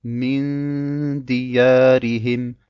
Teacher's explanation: Das Dal gehört zu den Buchstaben Al-Istifal, ist somit ein heller Buchstabe und somit ist die Runde auch hell.